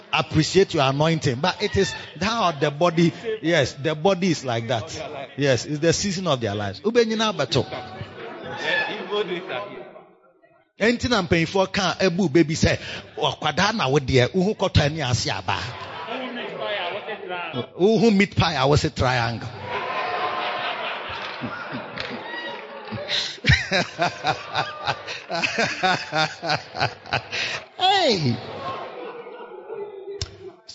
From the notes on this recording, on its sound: Preached at the Makarios Shepherds Impartation Service